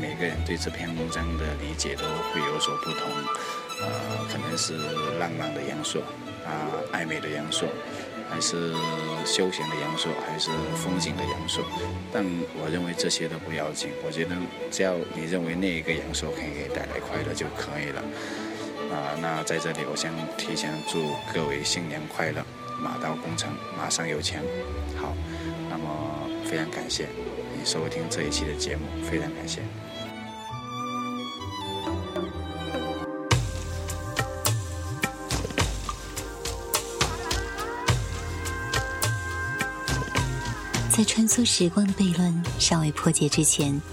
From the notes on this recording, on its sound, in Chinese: 这一期的开头是在户外录的